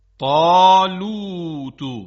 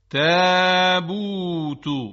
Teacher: طالوت با حرف تا، تا درشت ادا میشه، اما تابوت با حرف تی دو نقطه ظریف ادا میشه